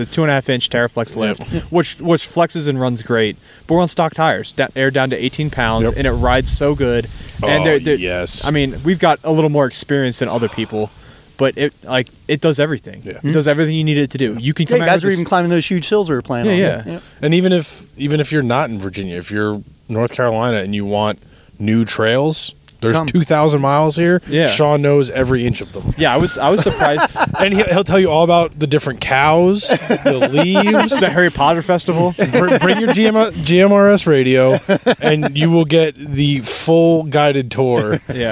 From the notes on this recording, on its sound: We recorded this podcast from a campsite at 4100 ft elevation very close to Reddish Knob.